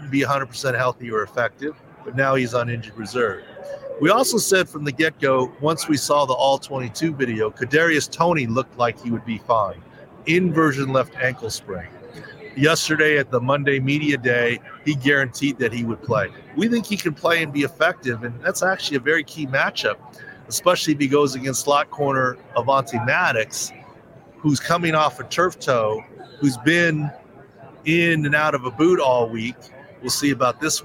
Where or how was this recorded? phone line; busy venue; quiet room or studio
busy venue